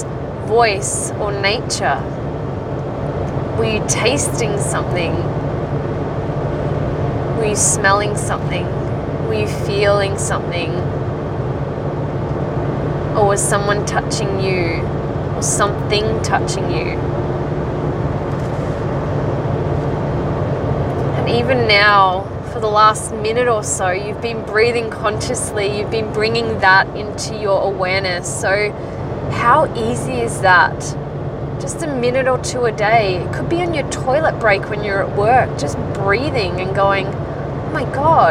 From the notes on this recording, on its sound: Her first recording, completely raw and she talks to you on her drive home from work.